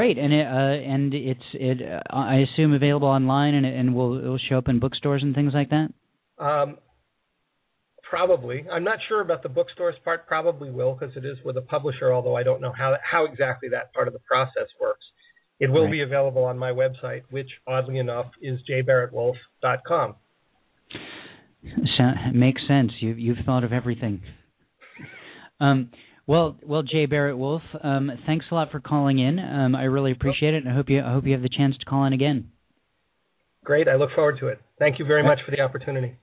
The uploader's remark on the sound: featured callers from San Gabriel, Los Angeles, Pasadena and Los Angeles, CA, Evanston, IL, Harpersville and New York, NY, Columbus, OH and Birmingham, AL